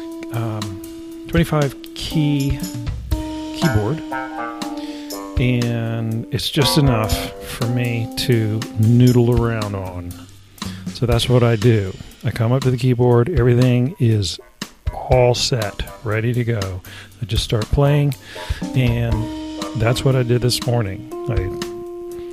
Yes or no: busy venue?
no